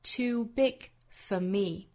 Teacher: Land is a ship too big for me, for 弱读成 f